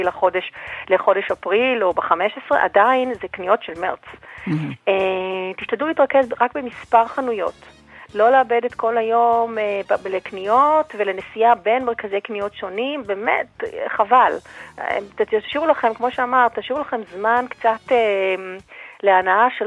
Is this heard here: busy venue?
no